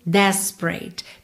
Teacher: Perceba como temos duas letras E que não são pronunciadas